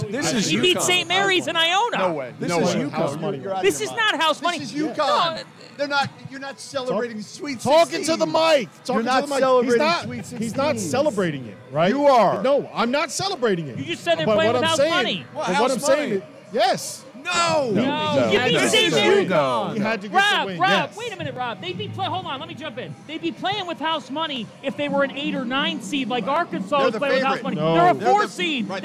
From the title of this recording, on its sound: live from Stadium Swim in Las Vegas